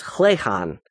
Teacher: Anglo-Saxon H, in certain positions in a word, was pronounced with a kind of throat-clearing sound you might hear in German Bach or Scots Loch. The Old English word for laugh was chlechan.